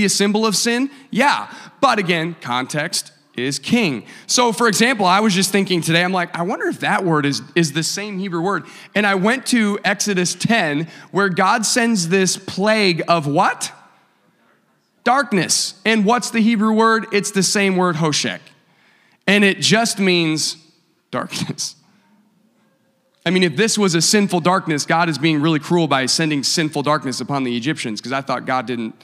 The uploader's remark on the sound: a service recording from Connect Point UPC